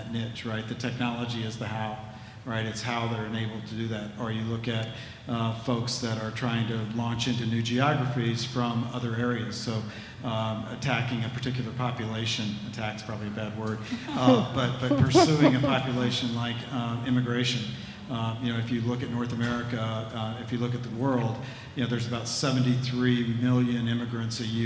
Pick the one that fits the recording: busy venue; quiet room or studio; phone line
busy venue